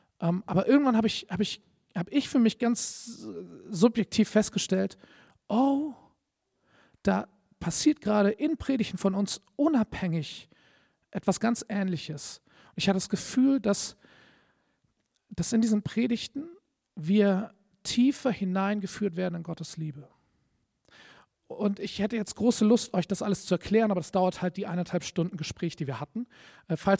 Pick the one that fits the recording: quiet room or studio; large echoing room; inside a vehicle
large echoing room